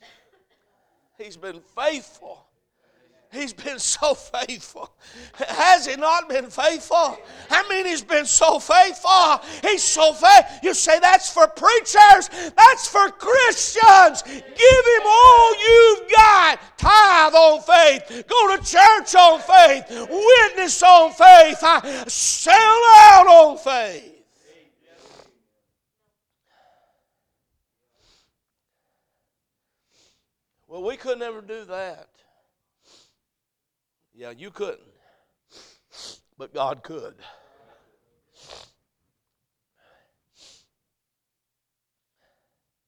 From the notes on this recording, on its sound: A message preached at Crossroads Baptist Church